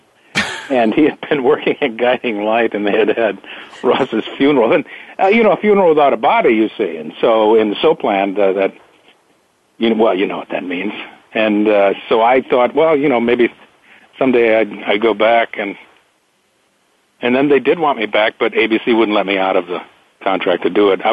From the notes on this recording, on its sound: A very special edition of Soap Central Live. Take calls from fans.